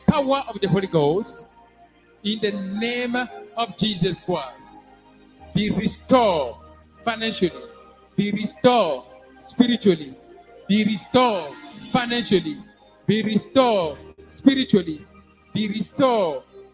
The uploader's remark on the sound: SUNDAY LIVE SERVICE